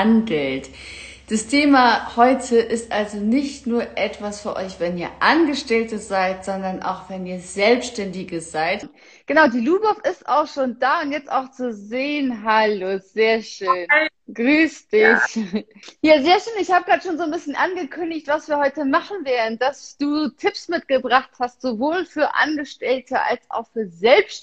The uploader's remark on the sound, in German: Aufzeichnung des Instagram-Live